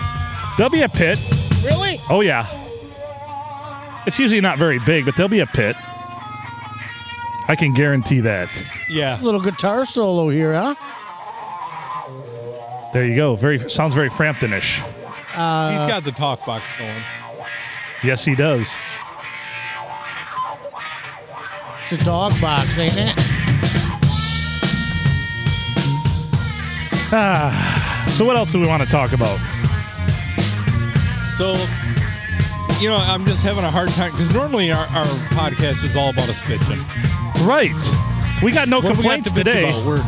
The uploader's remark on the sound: Recorded at Tuscolapalooza 2023!